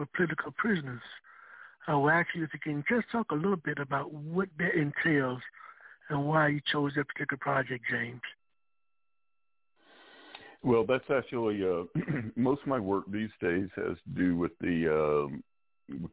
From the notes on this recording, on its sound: This is a live call in radio program.